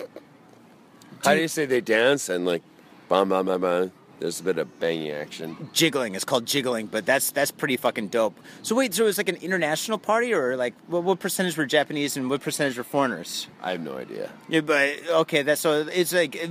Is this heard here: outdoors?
yes